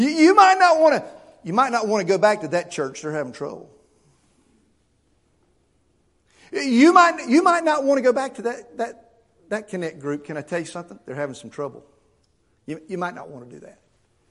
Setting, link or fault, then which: setting, large echoing room